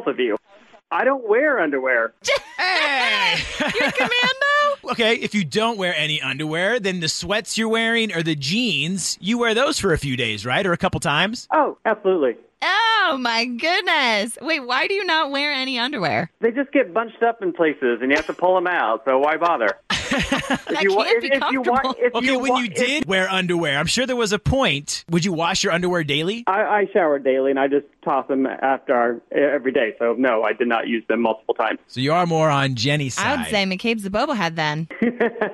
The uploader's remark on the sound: got her on the phone